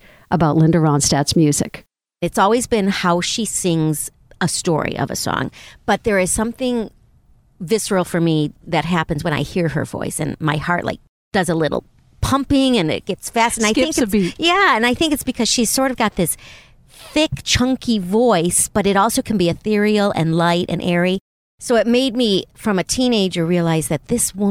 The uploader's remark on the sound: At the last minute, the studio we were supposed to record in became unavailable, so we punted and ended up driving to a hotel parking lot, right beside “the 10” which is California’s mega highway. As I set up my microphones and recording equipment. LIVE from the front seat.